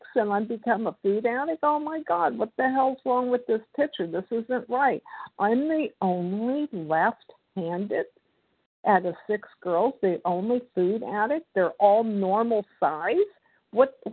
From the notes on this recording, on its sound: 100 Pounders Phone Meeting, 8/3/23